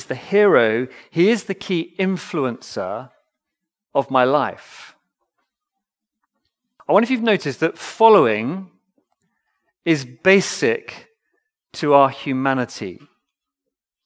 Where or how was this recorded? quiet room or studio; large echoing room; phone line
large echoing room